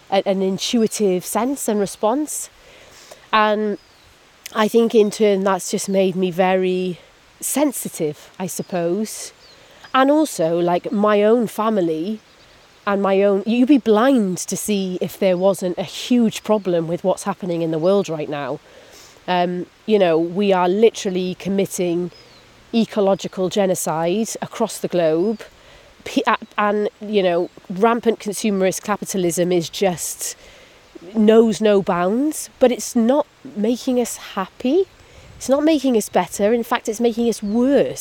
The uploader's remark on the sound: We walk and talk in the countryside. For our first wander we're in a wooded Welsh valley.